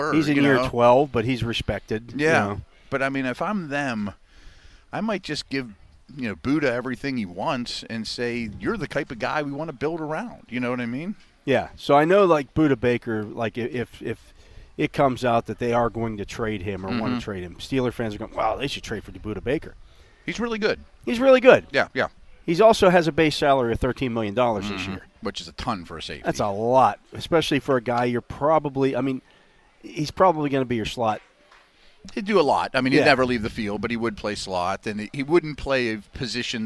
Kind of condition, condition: setting, busy venue